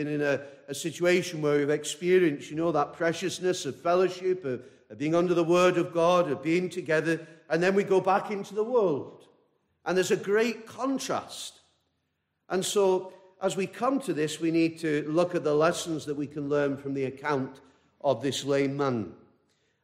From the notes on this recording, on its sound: This message preached at a baptismal service